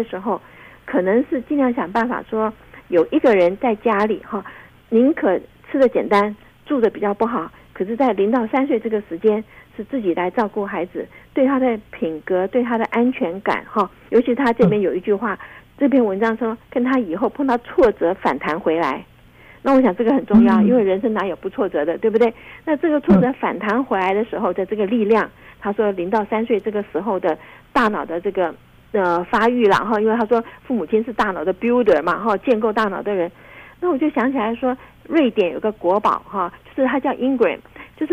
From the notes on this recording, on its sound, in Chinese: 因疫情關係，本集節目採電話連線收音，聲音品質請大家包涵。